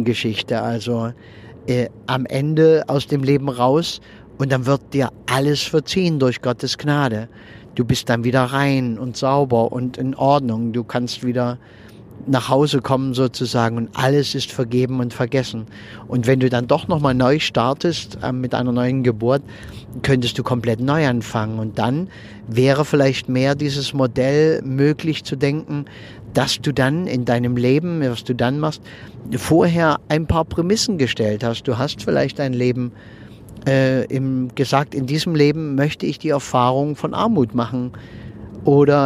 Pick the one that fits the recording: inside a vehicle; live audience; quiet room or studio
inside a vehicle